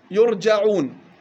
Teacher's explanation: قرأ حفص بياء مضمومة فتح الجيم يرجعون